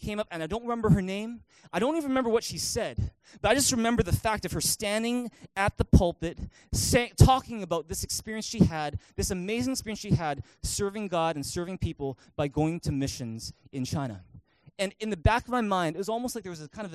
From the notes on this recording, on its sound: Recorded on March 31, 2019 at THRIVE Church Vancouver, Canada